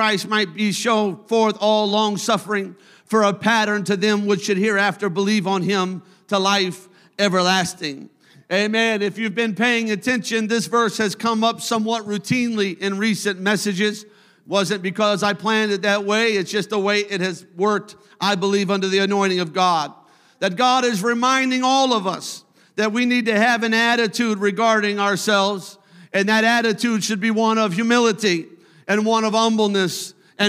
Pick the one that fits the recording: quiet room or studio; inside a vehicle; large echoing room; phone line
large echoing room